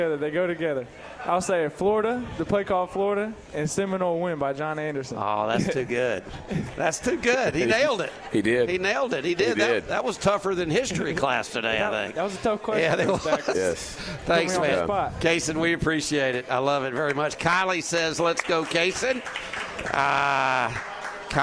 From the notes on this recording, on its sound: once again originating from The Market at John Hall Store.